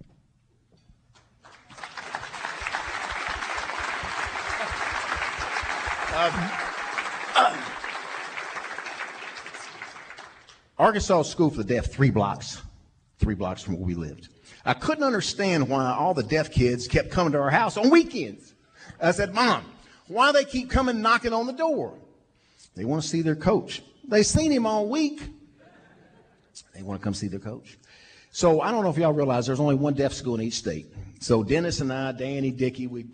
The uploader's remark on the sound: from the Little Rock TD Club